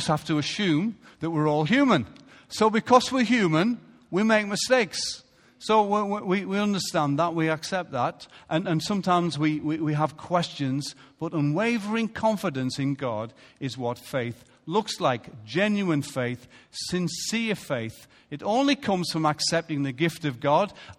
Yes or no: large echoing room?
yes